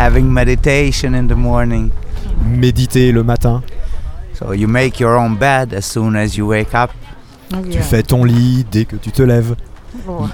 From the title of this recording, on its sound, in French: En Direct Du Bhakti Om Festival